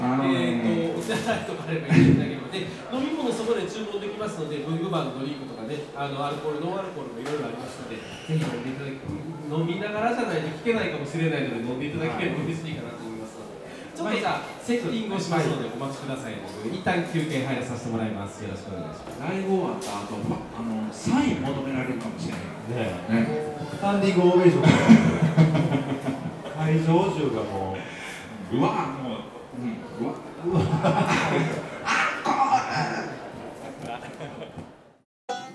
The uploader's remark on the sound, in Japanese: 今回も特別編として、2018年春に開催された、文具と紙と暮らし市での、ホジラジ公開収録をお届けします。